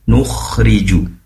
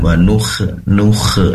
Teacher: Nukh, pastikan sifat rikhwah, yaitu mengalirnya suara. Nukhriju. Nah, tadi pertama sempat mengalir terus ada tertahan.